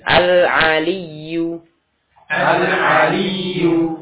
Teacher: Ketika ya bertasydid dinabr, ditekan suaranya.